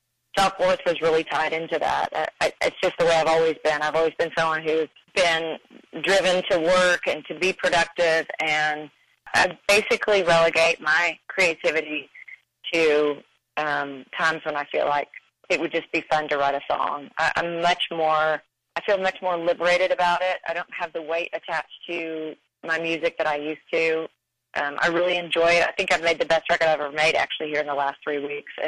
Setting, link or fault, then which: link, phone line